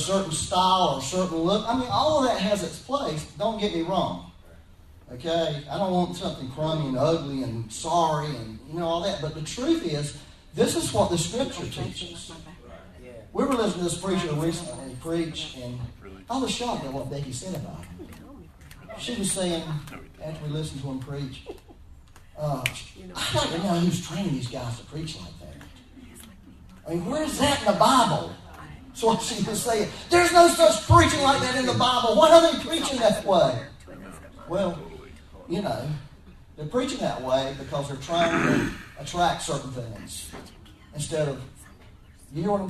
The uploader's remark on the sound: Please excuse the poor audio quality. We had to use a back up recording method for this Sunday.